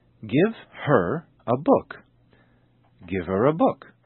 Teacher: the H sound, h, is often dropped in personal pronouns such as he, him, his, and her. And when it is dropped, what is left is a vowel sound, and the vowel sound is always linked to the preceding word. · Term: sound linking